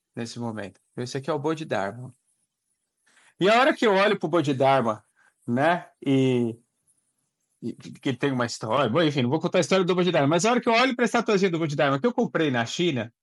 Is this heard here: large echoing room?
no